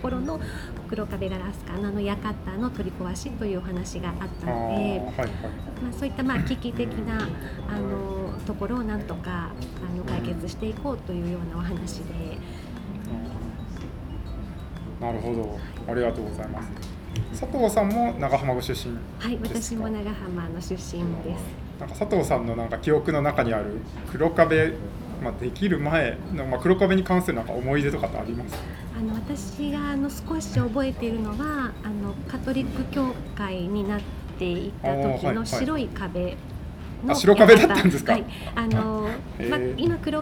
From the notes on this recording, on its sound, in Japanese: 滋賀県長浜市、JR長浜駅前に新しくできた「長浜カイコー」。このエピソードは、長浜カイコーにて開催されたグッドデザイン賞受賞作の展示イベント「長浜デザイン今昔物語」のオープニングトークとして公開収録されたものです。